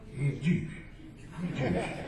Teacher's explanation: Texans always, they always pronounce the word Jewish with one syllable